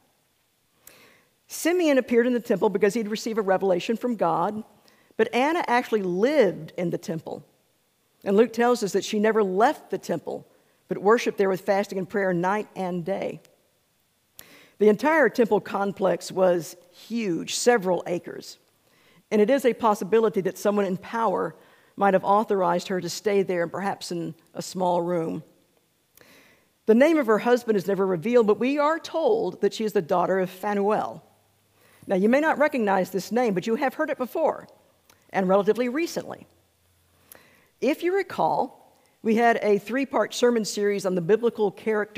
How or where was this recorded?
large echoing room